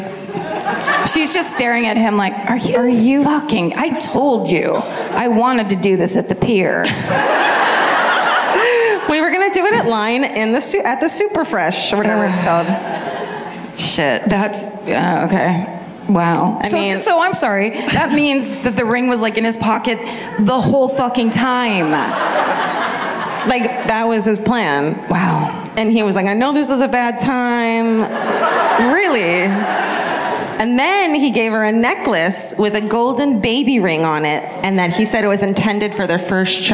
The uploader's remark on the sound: This week’s My Favorite Murder comes to you live from the Rams Head Live.